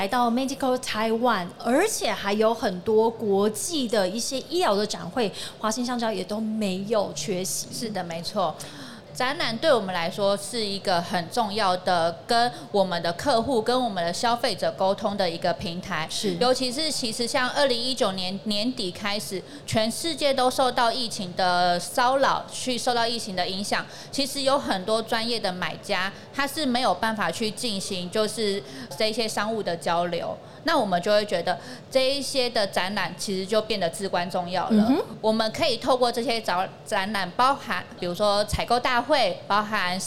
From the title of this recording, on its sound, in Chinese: 2022 Medical Taiwan台灣國際醫療暨健康照護展 -Live Podcast